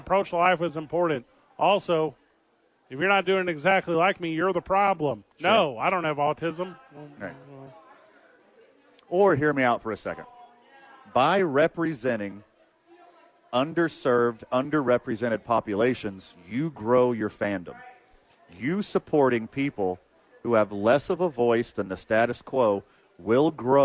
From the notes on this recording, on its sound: live from Sadies on 4th for Thursday Night Football